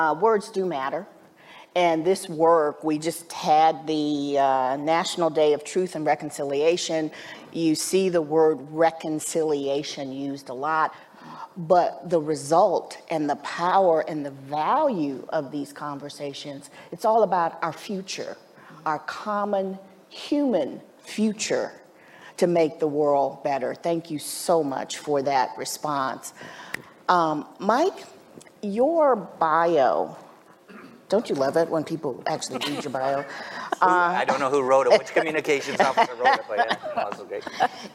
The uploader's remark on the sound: A Conversation from the 2023 Page Annual Conference. Our recent Annual Conference Panel.